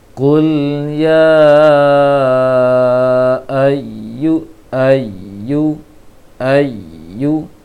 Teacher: Kemudian untuk ya tasydid agak dijelaskan lagi untuk penekanan ya tasydid, walaupun penekanan ya tasydid ini tidak sampai terhenti terputus suaranya dengan huruf setelahnya, tetapi harus jelas juga membaca ya bertasydid